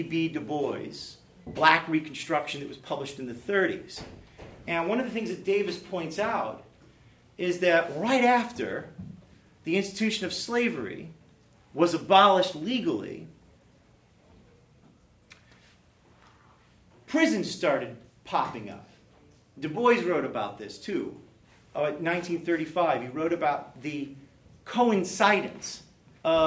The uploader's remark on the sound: A lecture he delivered at Greenville University in the fall of 2017.